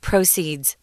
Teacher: So, proceed or proceed is the verb, but proceed is a noun, and we do pronounce it differently. The accent comes on the first syllable · The accent comes on the first syllable proceeds. Yeah, and it's always plural if you're talking about yeah.